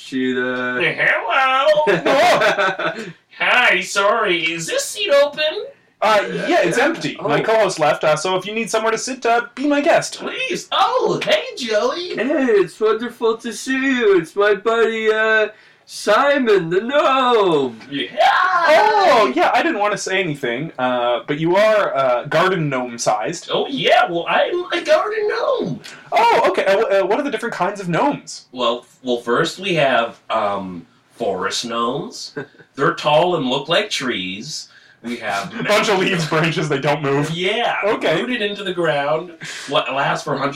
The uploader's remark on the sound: It's a Bad Audio Bonus Episode!